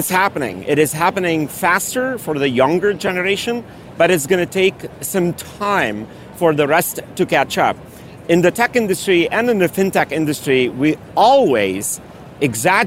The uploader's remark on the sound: Live from Money20/20.